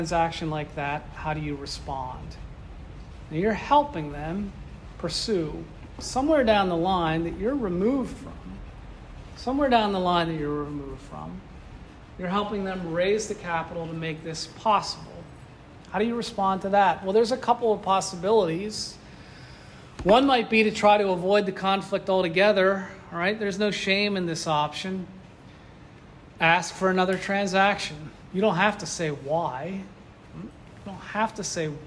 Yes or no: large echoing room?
yes